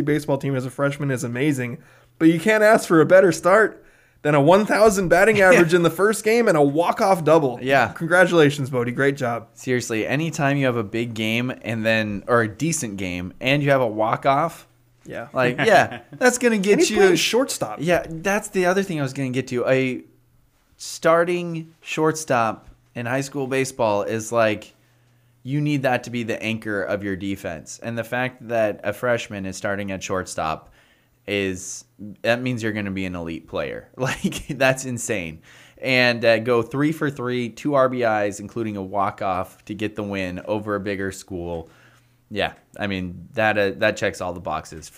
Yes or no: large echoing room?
no